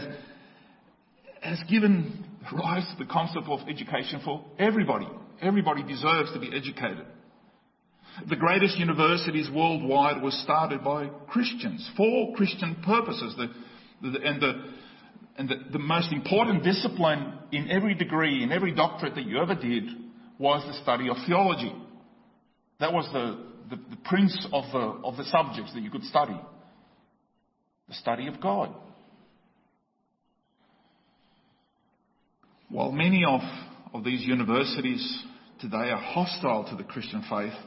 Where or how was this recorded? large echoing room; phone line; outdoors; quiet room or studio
large echoing room